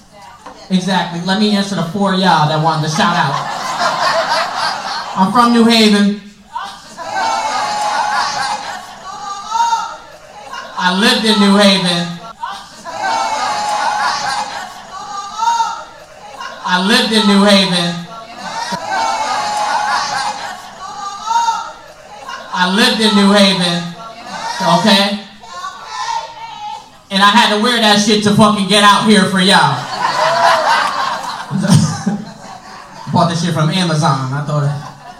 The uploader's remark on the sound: LIVE FROM THE FUNNY BONE. LIVE FROM FUNNY BONE.